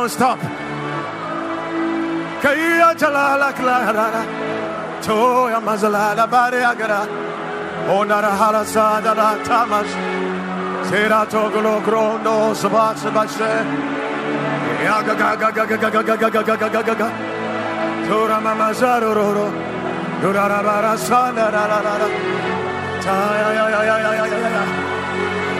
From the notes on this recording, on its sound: Preached at the Watered Garden Church